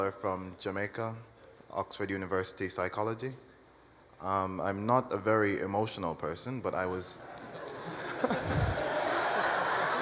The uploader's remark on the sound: recorded at the 2007 International Achievement Summit in Washington, D.C.